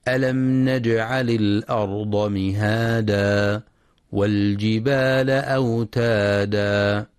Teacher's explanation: ينتبه القارئ لترقيق الهمزة في كلمة الأرض وعدم تفخيمها، فلا يقرأ الأرض بتفخيم الهمزة.